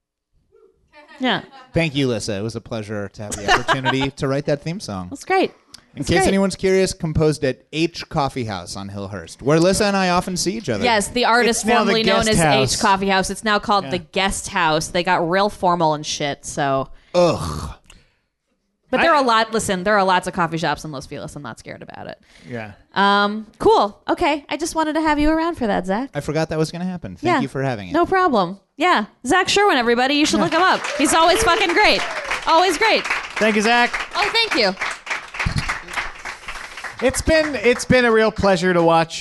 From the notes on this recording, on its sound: Recorded live on February 22, 2018 at the Meltdown Showroom, Los Angeles, CA